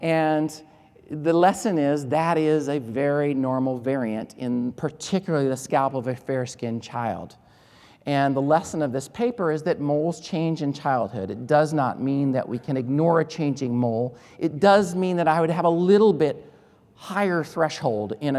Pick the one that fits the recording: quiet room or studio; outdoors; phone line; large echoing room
large echoing room